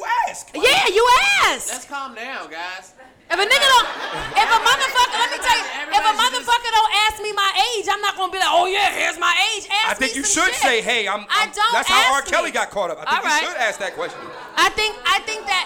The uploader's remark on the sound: Live From Los Angeles. I would like to thank everyone who came out to see the live podcast in Los Angeles.